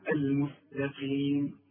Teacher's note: والقاف مكسورة. القاف في آخر درجات التفخيم